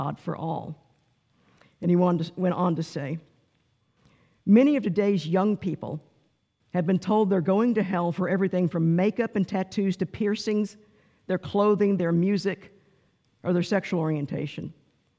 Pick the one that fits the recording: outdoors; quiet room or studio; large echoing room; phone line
large echoing room